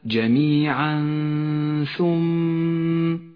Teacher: المثال التالي على الإخفاء في قوله تعالى: جميعا ثم، التنوين وبعده حرف الثاء، نخفي التنوين بالثاء مع بقاء غنة للتنوين زمنها حركتان